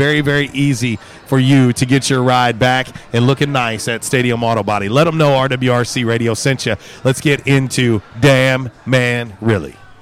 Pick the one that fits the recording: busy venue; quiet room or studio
busy venue